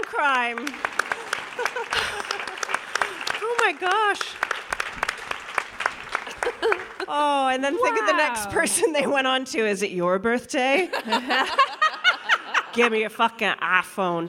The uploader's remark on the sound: The Drunk Women continue their Edinburgh odyssey, as they bring to you this gem recorded at the Fringe in 2023.